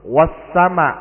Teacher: setelah Al ada huruf bertasydid. Makanya Al-nya hilang atau lebur. Wassama. Asalnya Walsama dibaca.